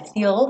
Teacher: tô com a língua lá no céu da boca pro L